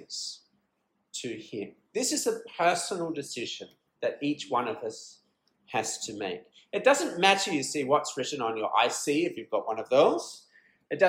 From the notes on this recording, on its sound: This sermon was preached at Beacon Learning Centre on 23rd June, 2023.